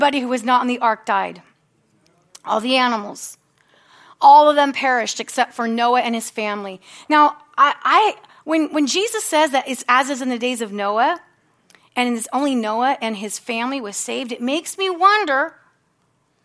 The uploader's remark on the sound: from the Sunday service on September 17, 2023 at Harvest Bible Church in Stockton, California